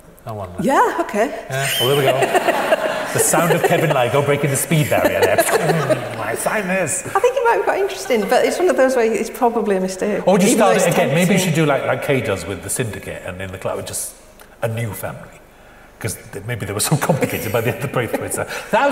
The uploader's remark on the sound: sessions from this year's Edinburgh International Television Festival